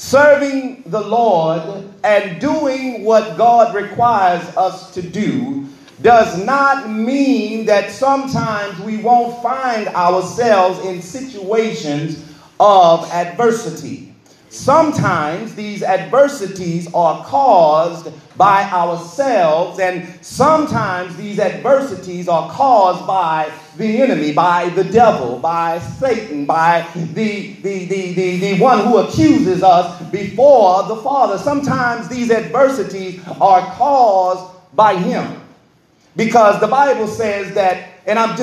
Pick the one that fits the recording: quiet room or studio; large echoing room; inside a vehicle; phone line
large echoing room